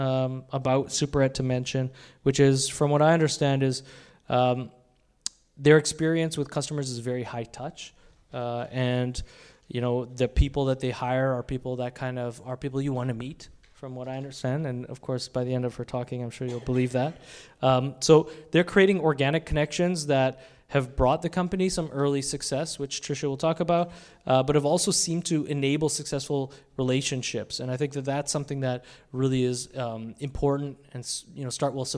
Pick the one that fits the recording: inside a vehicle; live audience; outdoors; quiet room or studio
live audience